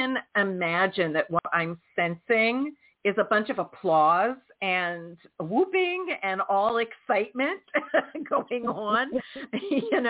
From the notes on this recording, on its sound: in response to callers' questions